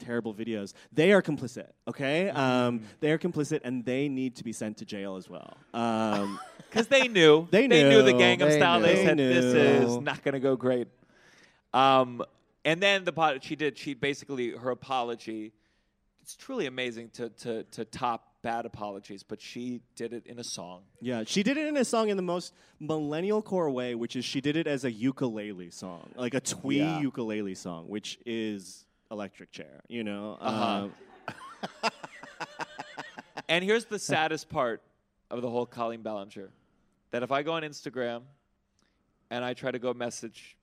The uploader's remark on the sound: a special live recording of the podcast at Just For Laughs Montreal